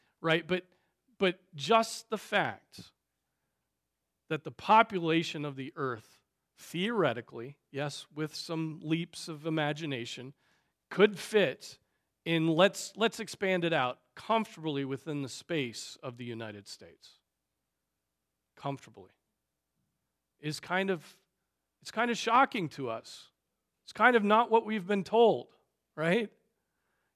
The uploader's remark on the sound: Preached on February 4, 2024 at Trinity Presbyterian Church (Evangel Presbytery) in Spartanburg, SC.